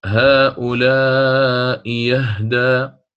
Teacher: يبدل الهمزة الثانية ياء مفتوحة